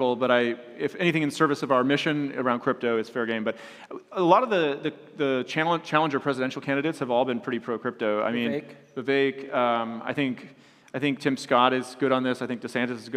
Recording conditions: live audience